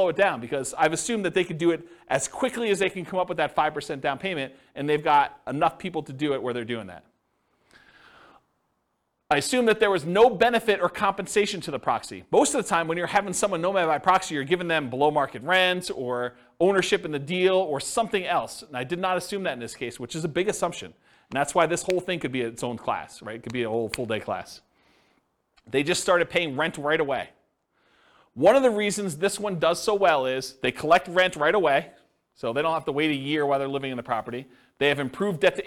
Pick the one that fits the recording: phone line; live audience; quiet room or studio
live audience